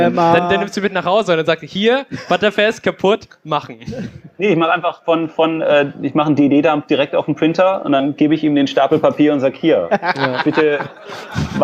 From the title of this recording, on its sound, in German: Binärgewitter Live (33c3-sendezentrum)